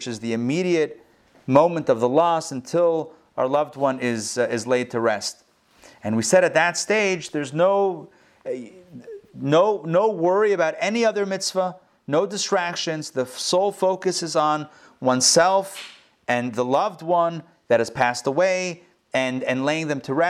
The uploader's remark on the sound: Recorded live in Atlanta on February 9, 2021